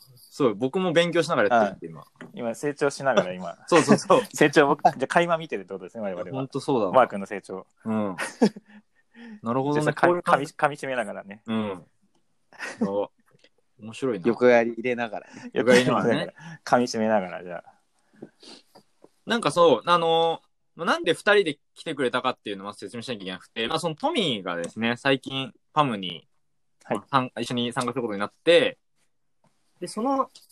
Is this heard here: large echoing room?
no